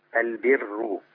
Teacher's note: الراء لما تبقى مضمومة وقبلها كسر حكم الراء عند ورش ايه؟ رقق